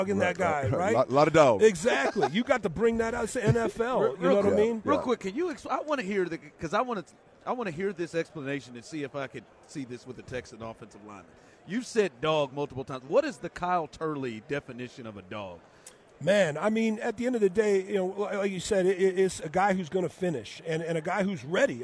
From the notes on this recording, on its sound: LIVE from Vegas radio row